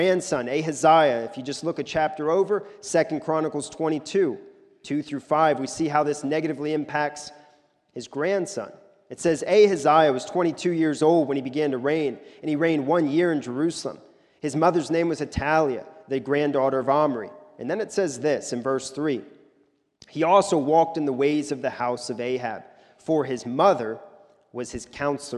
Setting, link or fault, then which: setting, large echoing room